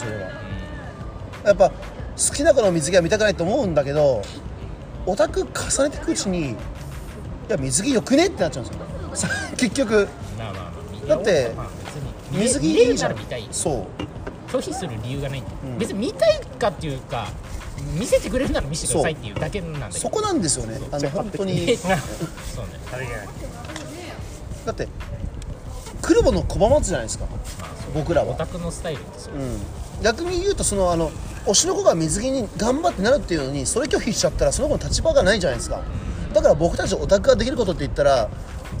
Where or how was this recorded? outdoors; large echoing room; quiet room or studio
outdoors